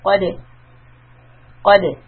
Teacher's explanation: And repeat, qadi. Qa heavy, dal soft with the qalqala